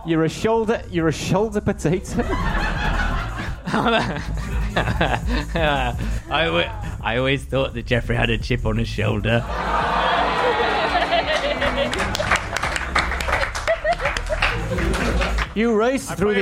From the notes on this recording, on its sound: Audience suggestions for this episode